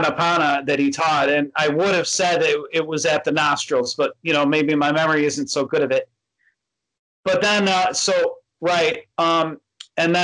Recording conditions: video call